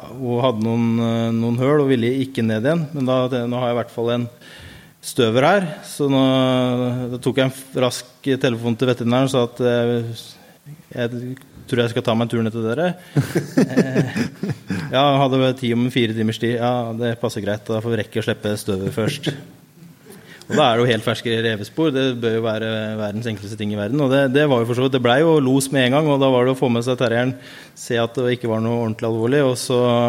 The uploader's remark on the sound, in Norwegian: Live fra Flå. I denne ukens episode får du høre Jegerpodden Live fra Jakt og Fiskesentret i Flå under årets Rovvilthundseminar.